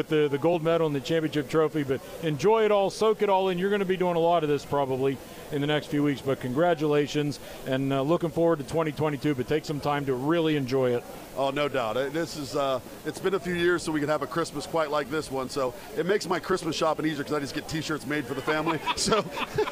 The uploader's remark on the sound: Live from Bishop Guilfoyle Catholic High School on Talk Radio 98.5 WRTA, Altoona PA.